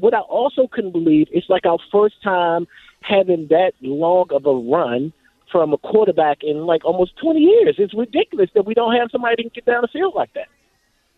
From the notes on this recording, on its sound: we take callers